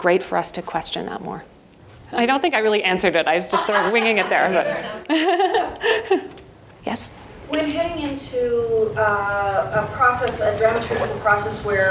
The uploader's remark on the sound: PlayWorks Ink keynote address